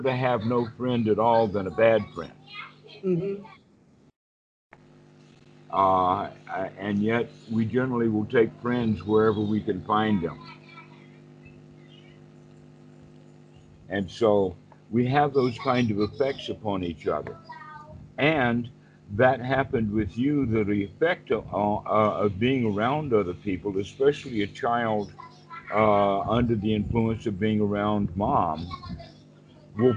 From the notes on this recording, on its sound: skype calls on this channel